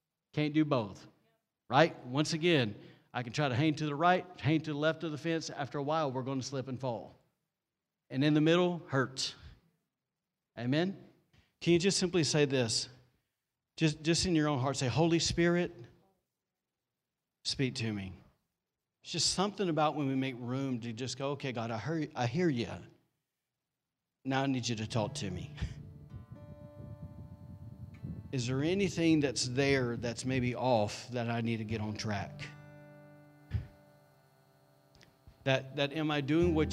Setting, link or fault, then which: setting, large echoing room